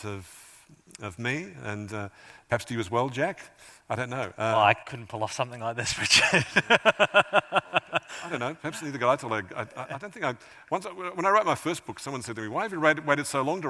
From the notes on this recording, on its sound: A highlight of the 2023 Auckland Writers Festival.